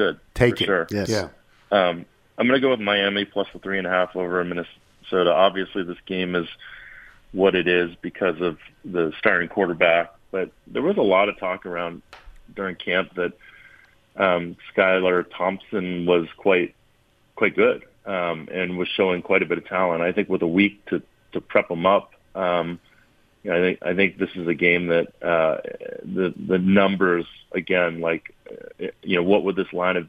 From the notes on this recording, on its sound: Phone.